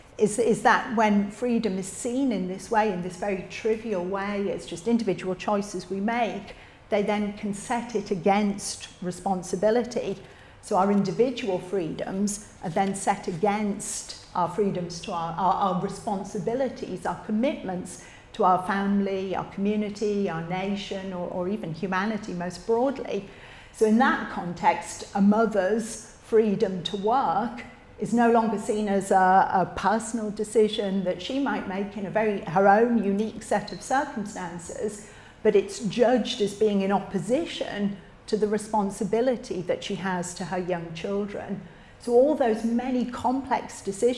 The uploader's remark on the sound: recorded at Living Freedom Summer School 2023